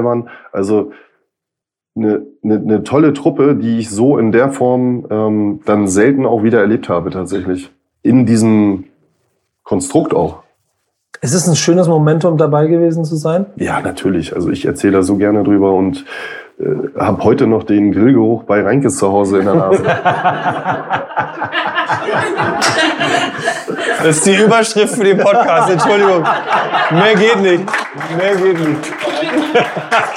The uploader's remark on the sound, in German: Die „Grüne Bude“ veranstaltet den Live-Podcast „BUDENSCHNACK“. Im Werder-Hausboot auf der Weser (Adresse: Tiefer 1).